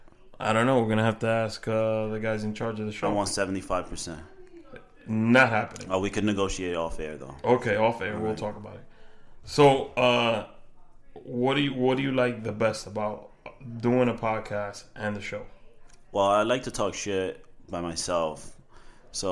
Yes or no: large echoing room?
no